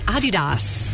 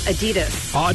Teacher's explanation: slight emphasis on the first syllable · Shown in: first take · not Adidas.